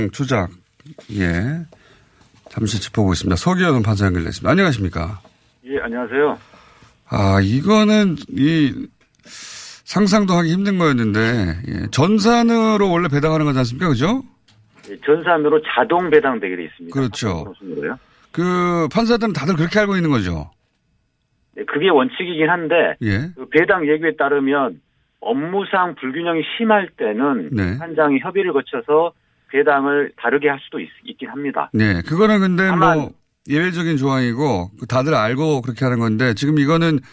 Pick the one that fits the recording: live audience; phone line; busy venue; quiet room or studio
phone line